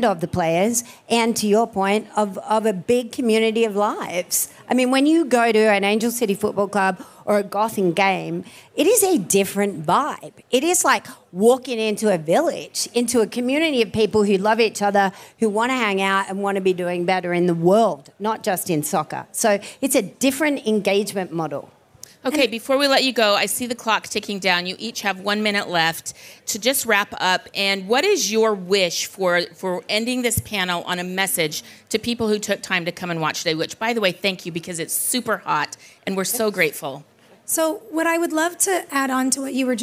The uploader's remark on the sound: We’re going to Cannes, France and bringing you a panel from Sport Beach which was hosted by Stagwell Inc. During last month’s Cannes Lions.